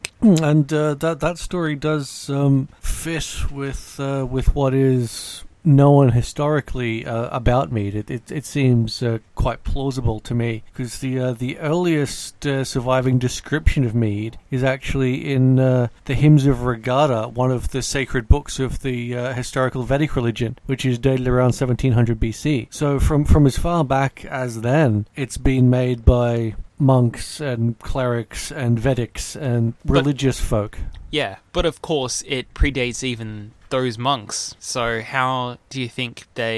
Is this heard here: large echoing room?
no